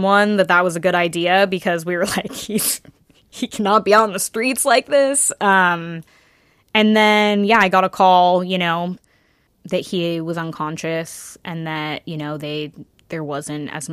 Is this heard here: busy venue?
no